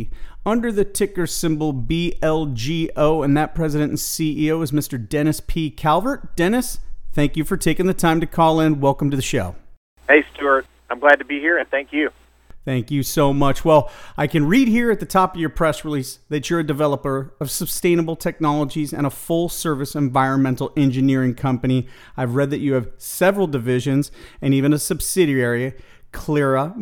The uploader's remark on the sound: called in to SmallCapVoice